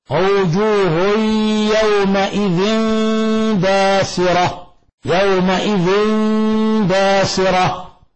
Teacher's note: هذا مثال للتنوين عند الباء الذي يلزم منه قلب الباء ميما مخفى · Term: القلب